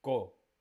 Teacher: La fuerza la tiene en cómodo. Cómodo. La antepenúltima, co. Claro, sí, es esdrújula.